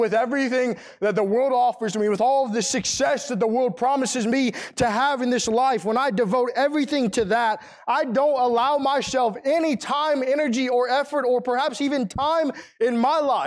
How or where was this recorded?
large echoing room